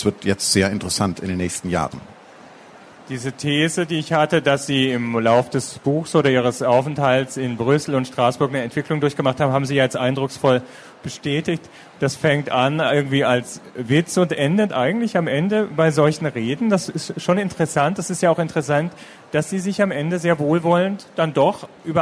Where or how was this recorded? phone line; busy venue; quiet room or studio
busy venue